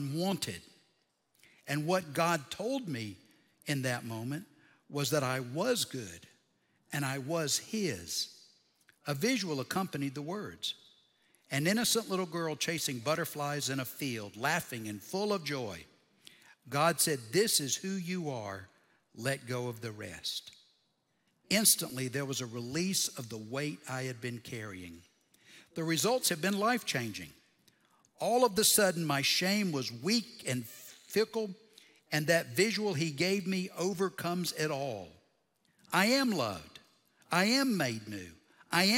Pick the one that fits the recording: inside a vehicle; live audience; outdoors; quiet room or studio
live audience